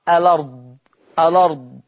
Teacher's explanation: وقرأ ورش بالنقل في لفظ الأرض، في لفظ الأرض هكذا تقرأ الأرض، الأرض.